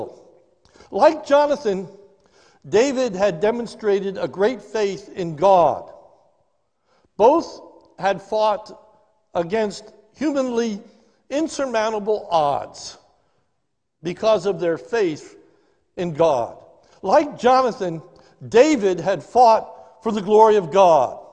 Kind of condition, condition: setting, large echoing room